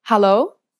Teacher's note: Usually, Dutch people will say, hallo, with a rising intonation to indicate that it's a question.